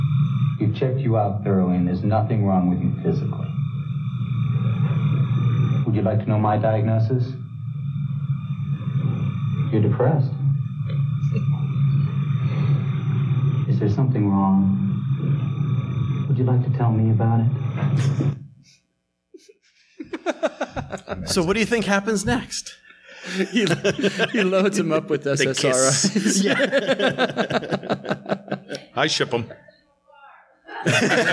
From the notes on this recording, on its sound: Live from The Indy Fringe Theater in Indianapolis,